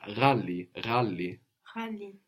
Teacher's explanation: This is GH, and it's pronounced with some friction in the throat